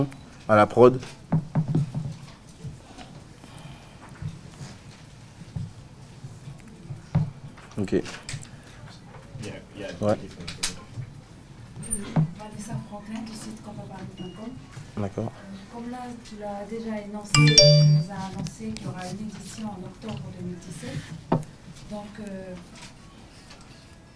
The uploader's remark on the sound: PRESS CONFERENCE LA NUIT DU KONPA À PARIS 7 AVRIL 2107